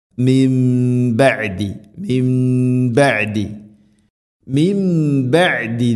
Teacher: സാക്കിനായ നൂന് ശേഷം ബ ആണ്, നൂനിനെ മീമാക്കി മാറ്റണം · Term: ഇഖ്ലാബ്